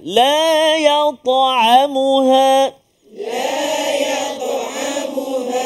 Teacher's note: huruf ta berada di tengah kalimah, sukun yang asal, jadi qalqalah yang paling ringan. Qalqalah sughra kan.